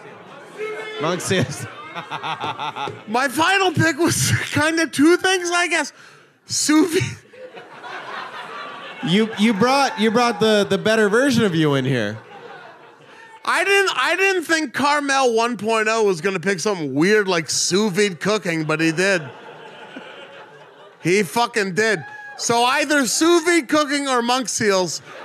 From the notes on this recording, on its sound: This episode was recorded live at the Doug Fir in Portland, Oregon.